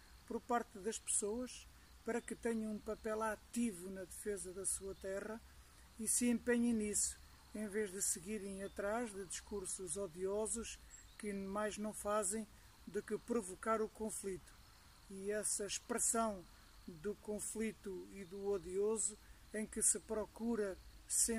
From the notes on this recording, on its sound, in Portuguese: Uma crónica audiovisual, que gravou no meio da sua peregrinação de bicicleta pelo sul de França. A crónica foi gravada junto ao canal do Midi, caminho fluvial, de irrigação dos campos agrícolas e também uma grande ciclovia percorrida por milhares de ciclistas.